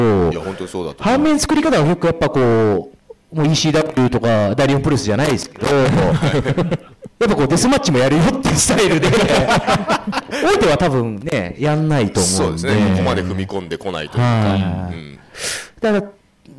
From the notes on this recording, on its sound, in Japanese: カテプロ公開収録が無事開催されました！